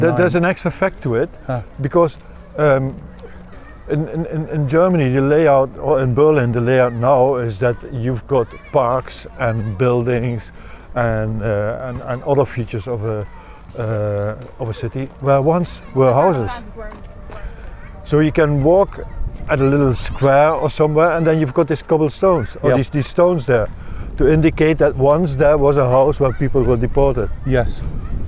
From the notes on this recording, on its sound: Begin this Autumnal Berlin historical walk outside the Jewish Synagogue in central Kreuzberg. The streets are strewn with flowers from the day before remembering the horror of Kristallnacht.